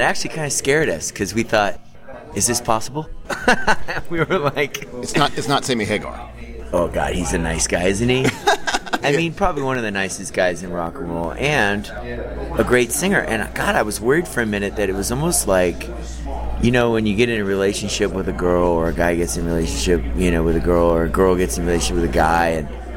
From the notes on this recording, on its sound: During the recent summer NAMM show, MusicRadar sat down. In the crowded bar of his hotel.